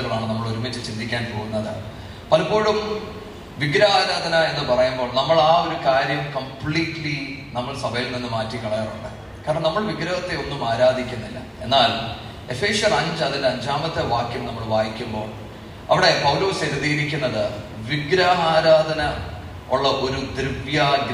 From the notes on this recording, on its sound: Sermon preached at IPC Tabor church